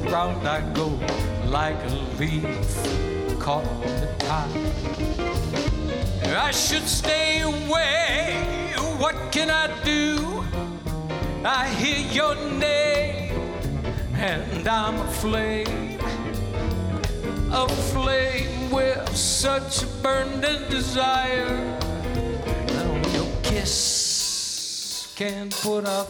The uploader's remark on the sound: Live at the South Point Casino.